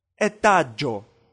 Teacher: Джо произносится как мягкое сочетание дж.